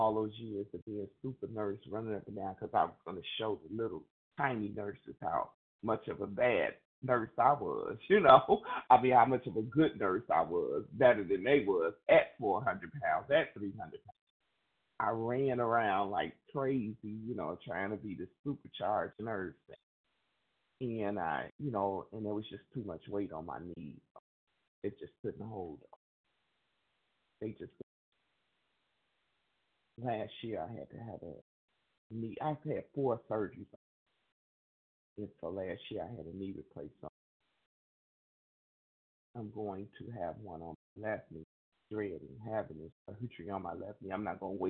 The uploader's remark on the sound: from the 100 Pounders Phone Meeting, 12/20/23.